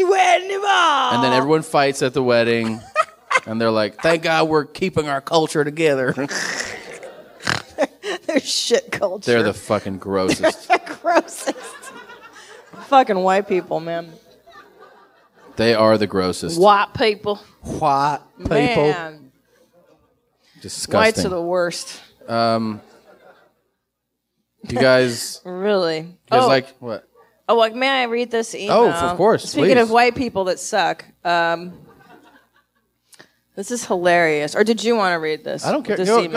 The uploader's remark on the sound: Live From Cobb's